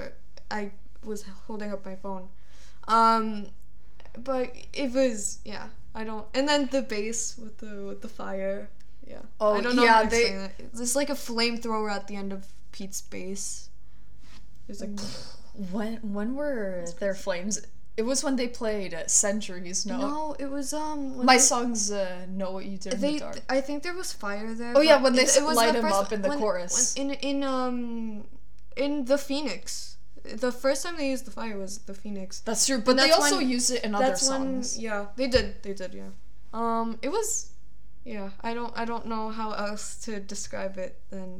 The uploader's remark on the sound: Warning for a slightly fuzzy audio...don't know how to fix that...